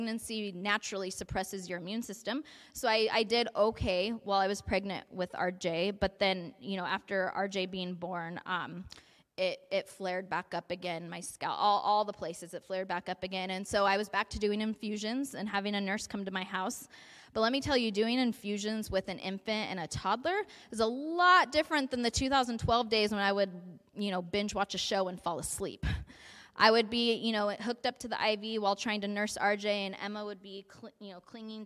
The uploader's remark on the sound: A message delivered at the 2023 Spring Tea at La Mirada Church.